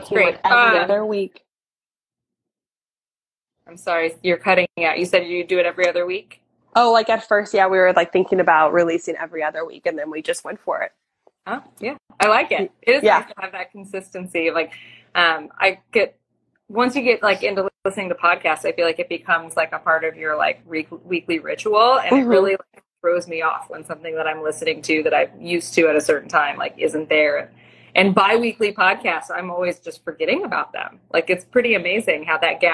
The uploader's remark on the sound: on an Instagram Live